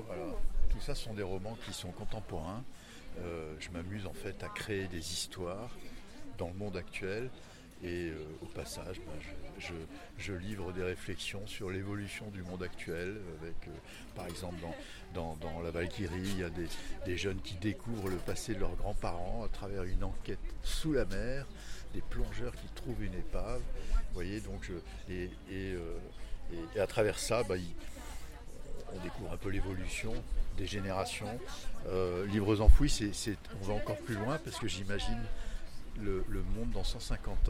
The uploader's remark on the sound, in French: Festival Cap de Lire d'Antibes. Reportage au festival Cap de lire qui se tenait à la Chapelle de la Garoupe.